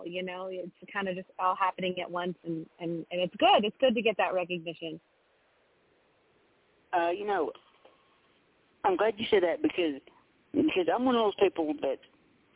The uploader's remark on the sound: we're opening the phone lines for one hour